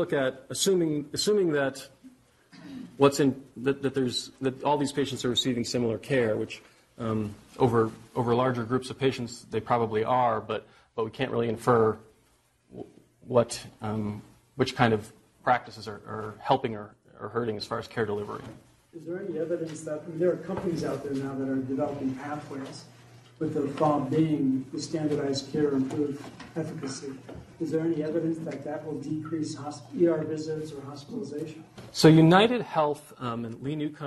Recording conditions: live audience